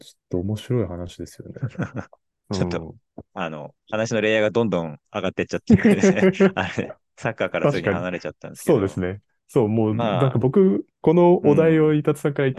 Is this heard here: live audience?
no